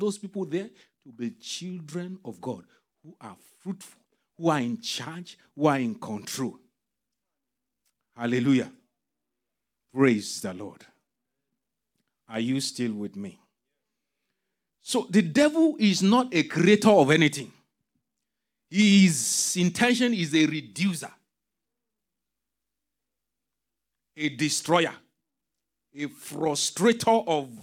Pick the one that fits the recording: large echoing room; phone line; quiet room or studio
large echoing room